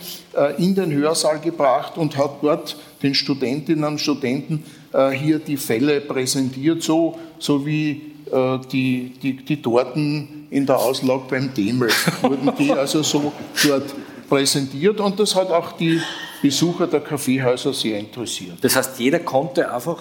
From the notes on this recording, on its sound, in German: Live aus dem Wiener Stadtsaal. Im ausverkauften Wiener Stadtsaal aufgenommen.